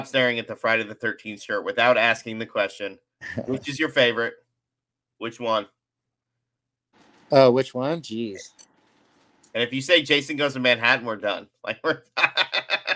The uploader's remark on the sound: Connection issues aside, which were kinda fixed in post production